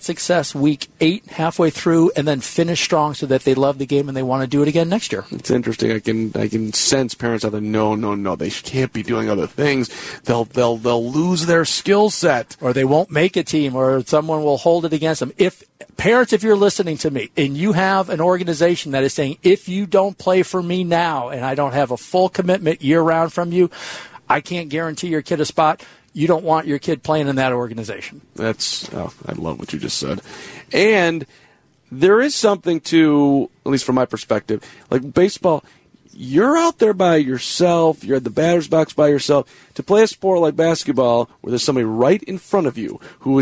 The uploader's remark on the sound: live from Guaranteed Rate Field